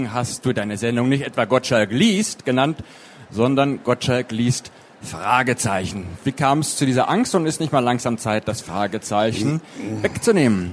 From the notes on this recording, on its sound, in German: Der Talk wurde Mitte Oktober im Rahmen der Veranstaltungsreihe „Der SPIEGEL im Gespräch" auf der Frankfurter Buchmesse aufgezeichnet.